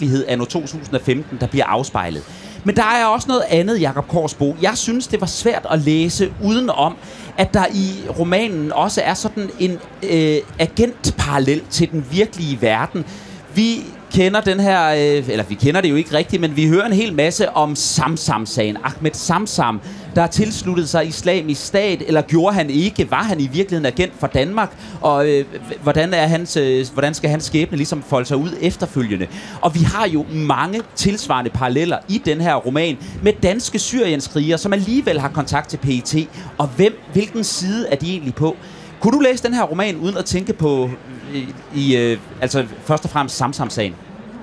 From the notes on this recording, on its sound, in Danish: live fra Folkemødet